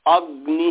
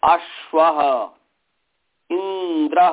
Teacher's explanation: अ का उच्चारण थोड़ा लंबा होता है, गुरु होता है, भारी होता है